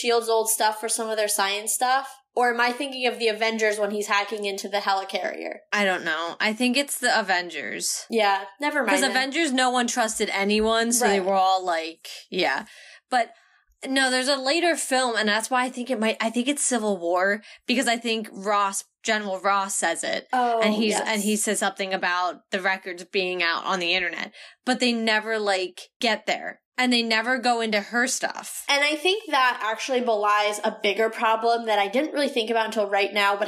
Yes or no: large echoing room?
no